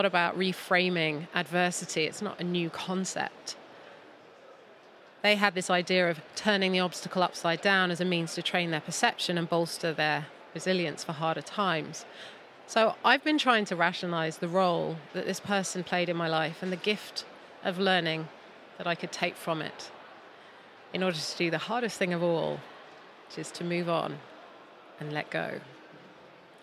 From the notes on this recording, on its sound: An end-of-series special recorded LIVE at the London Podcast Show.